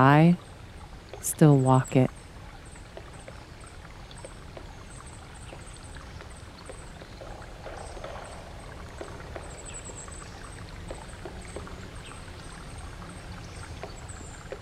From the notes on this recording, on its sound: Outdoor audio recorded at Sequoia National Park, California